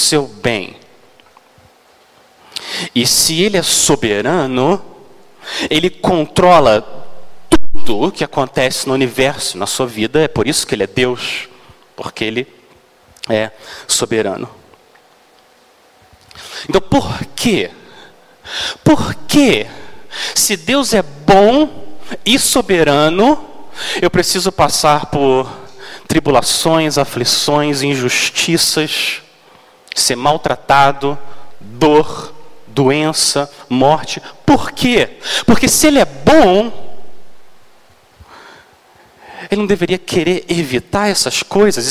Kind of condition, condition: setting, large echoing room